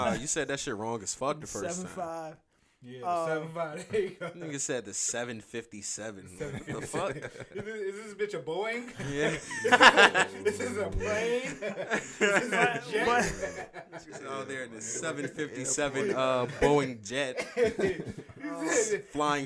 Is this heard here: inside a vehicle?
no